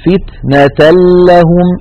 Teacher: ننتقل من التاء إلى اللام المشددة ولم يبق من التنوين شيء · Term: بغير غنة